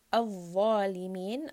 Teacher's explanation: dha in this case is permanently heavy. And then this is also two count mud, zalimin.